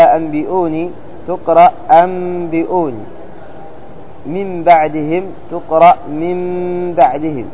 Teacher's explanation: تقلب النون إلى ميم ثم تخفي، هذا الإخفاء يسمى الإخفاء الشفوي، ثم تظهر الغنة · Term: الإقلاب